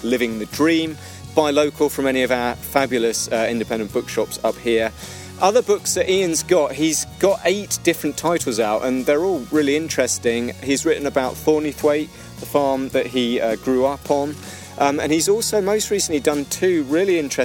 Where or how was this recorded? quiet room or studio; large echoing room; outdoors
outdoors